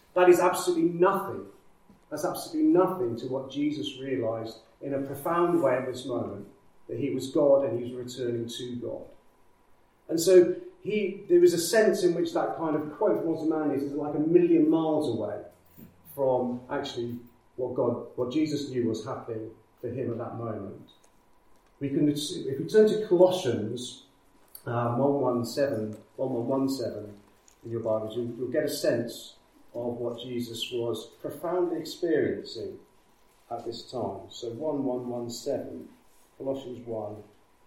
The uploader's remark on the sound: Recorded with external mics - hence slightly lower sound quality